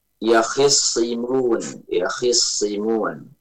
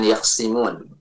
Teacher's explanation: Ini shadnya di tasdid dan di kasrah. · Shown in: first take · Kho-nya sebelumnya juga, huruf kho-nya juga di kasrah, kemudian sad-nya di tasdid dan di kasrah, bukan yaksimun.